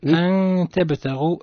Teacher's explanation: النون مجردة من السكون وبعدها التاء حكمها الإخفاء مع الغنة